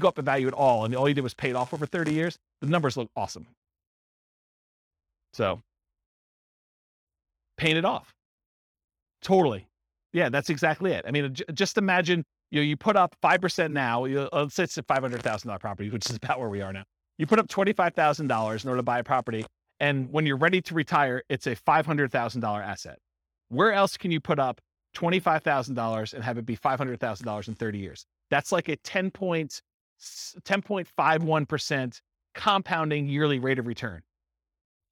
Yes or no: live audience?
yes